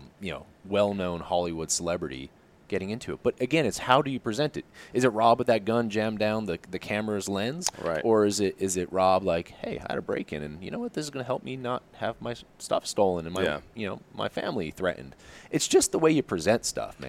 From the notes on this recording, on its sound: sits down with us at SHOT Show